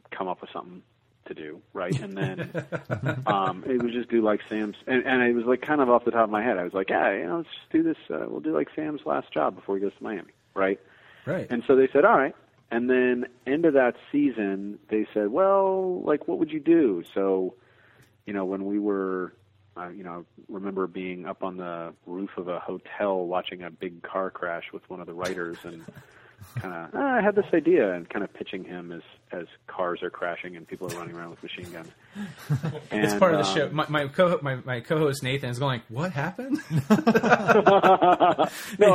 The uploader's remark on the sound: We get a chance to phone.